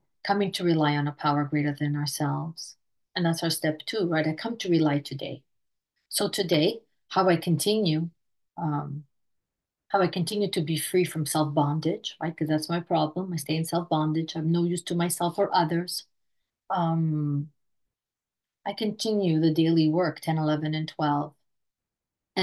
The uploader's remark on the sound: Recorded at the Recovery From Relapse Special Focus Meeting Tuesdays at 6am PST/9am EST/2pm GMT Meeting ID